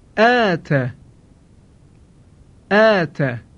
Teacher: اگر این کلمه رو بخوانیم آت، این غلط هستش. صدای کشیده آ باید نازک و کم حجم تلفظ بشه